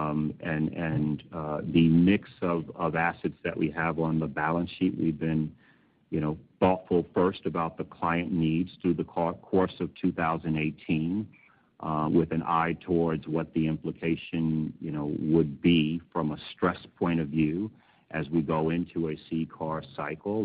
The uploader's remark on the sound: Earnings Call